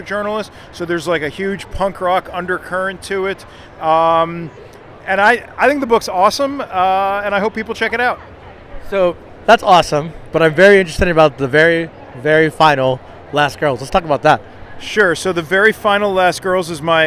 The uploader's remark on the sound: Live from L.A. Comic Con. We have another "Live" Episode!